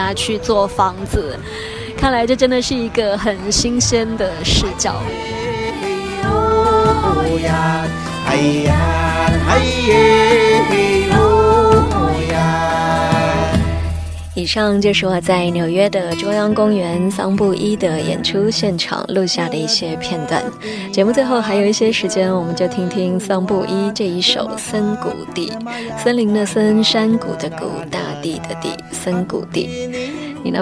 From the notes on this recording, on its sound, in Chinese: 现场 SummerStage。每年夏天，纽约总有各式的露天音乐会，免费向公众开放。在中央公园的现场。